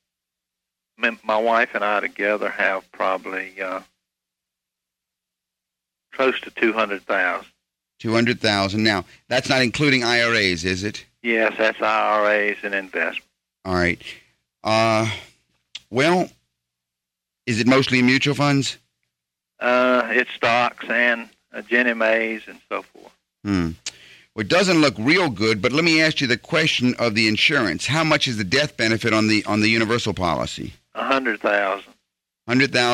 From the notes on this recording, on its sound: Financial planning call-in show.